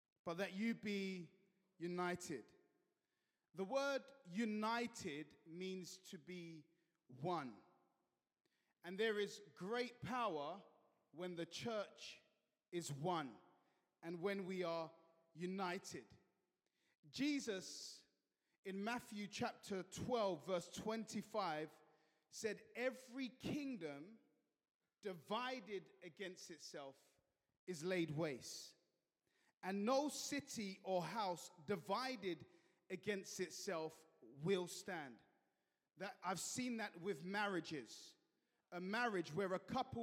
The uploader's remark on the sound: at Joshua Generation Church Milnerton congregation